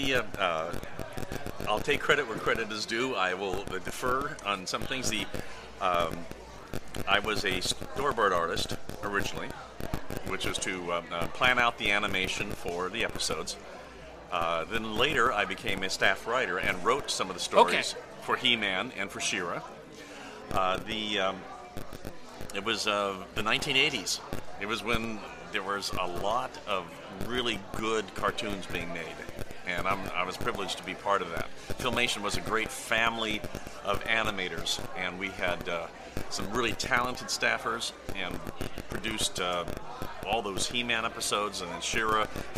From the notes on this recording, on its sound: live at the National Corvette Museum Comic & Toy Show in Bowling Green, KY